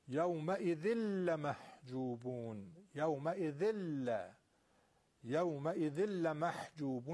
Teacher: اون حرف ساکنو که الان نونه تو تنوین خودشو نگه داشته، اونو اصلا انگار نه انگار اصلا وجود داشته، اونو حذفش میکنیم، به جاش حرف بعدی رو تشدید میدیم، به این میگن ادغام.